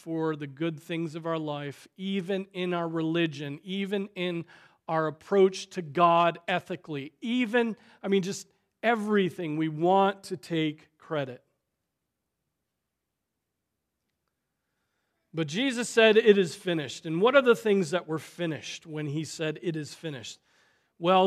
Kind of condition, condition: setting, large echoing room